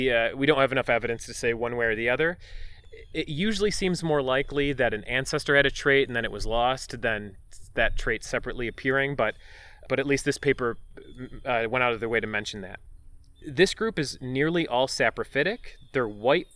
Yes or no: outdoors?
yes